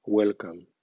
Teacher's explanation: con el velo del paladar levantado, el aliento sale por la boca cuando se pronuncia el sonido de la L